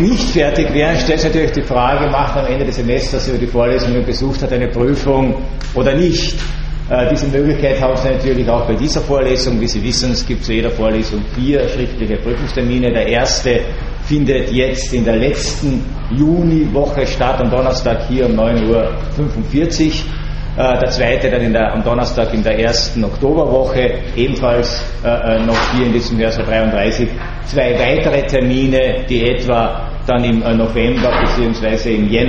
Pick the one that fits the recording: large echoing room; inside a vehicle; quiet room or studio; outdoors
large echoing room